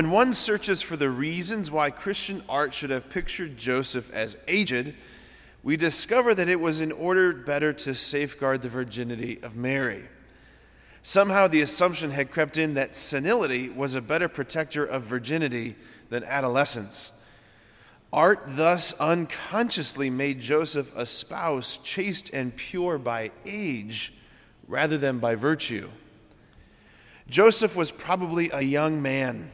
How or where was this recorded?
large echoing room